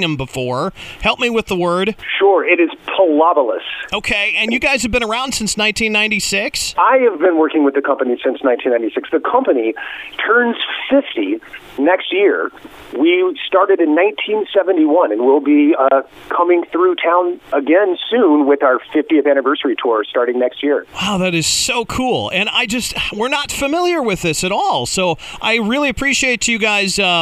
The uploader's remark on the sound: called in to chat about the show on The Point Morning Show.